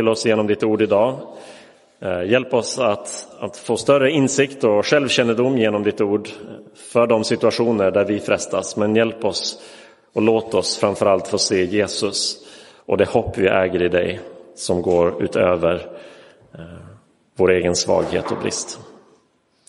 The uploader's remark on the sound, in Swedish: Inspelad i Roseniuskyrkan den 26 februari 2023.